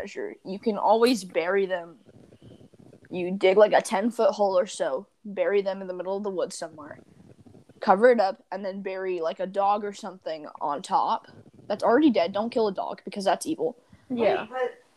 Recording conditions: poor sound quality